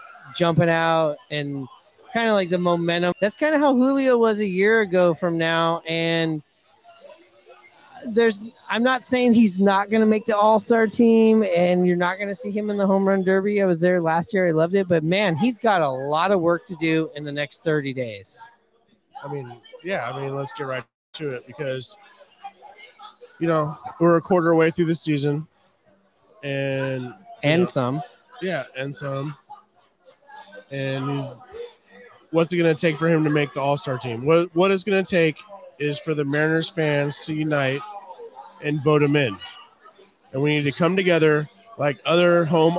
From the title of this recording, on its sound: Live from Hooverville Bar!